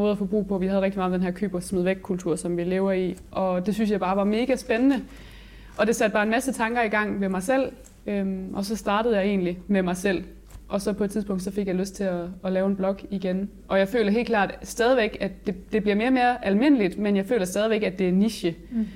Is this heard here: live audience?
yes